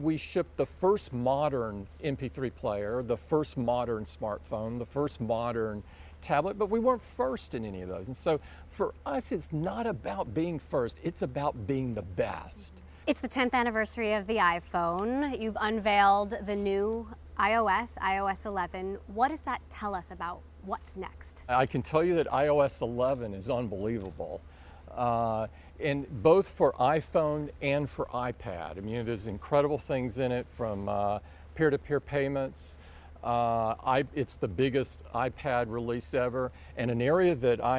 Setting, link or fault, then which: setting, busy venue